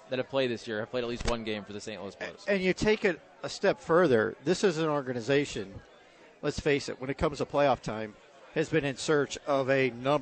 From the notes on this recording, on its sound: broadcasting live from Maggie O'Briens